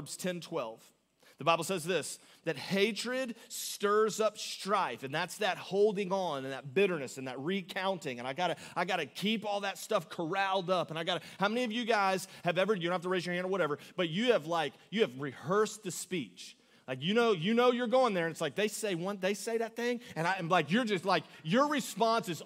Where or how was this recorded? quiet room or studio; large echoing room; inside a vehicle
large echoing room